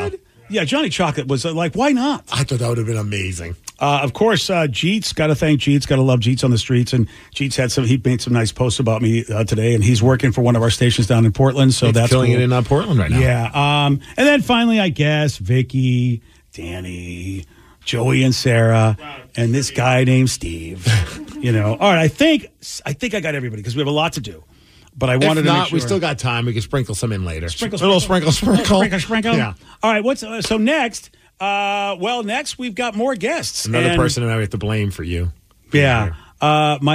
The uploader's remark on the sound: call in to share funny memories